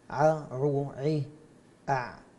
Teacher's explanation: والعين أقرب إلى الصدر من الحاء، فعندنا الهمزة ثم الهاء، العين ثم الحاء، العين أقرب إلى أقصى الحلق من الحاء.